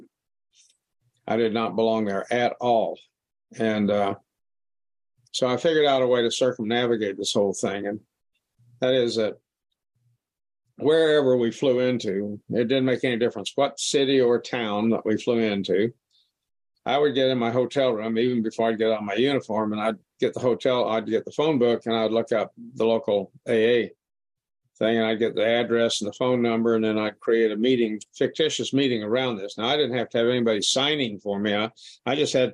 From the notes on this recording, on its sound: This was recorded at the Magical Mystery Tour zoom meeting in January of 2022.